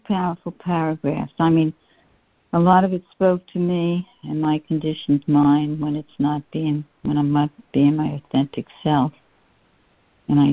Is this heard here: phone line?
yes